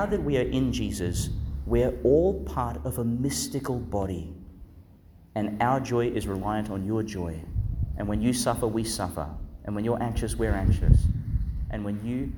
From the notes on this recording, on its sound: Homily for the Feast of Saint John, Apostles, Evangelist (Tuesday in the Christmas Octave), delivered at Our Lady Star of the Sea Church, Gladstone, Qld.